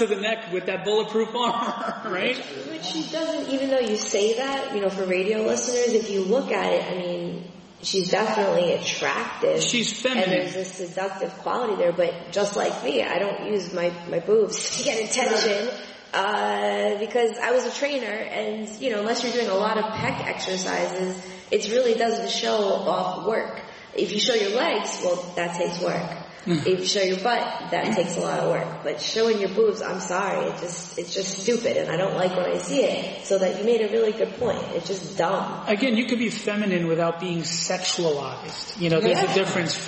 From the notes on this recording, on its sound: At our 69th Live show (courtesy of the East Meadow Public Library)